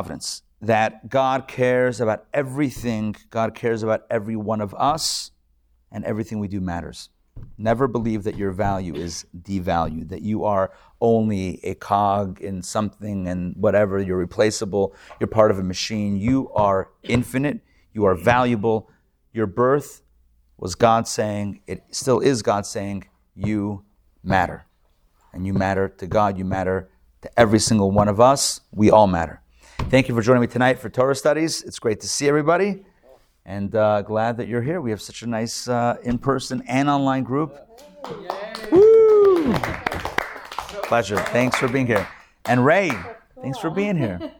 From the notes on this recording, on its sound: Recorded live at Atlanta on June 22, 2022.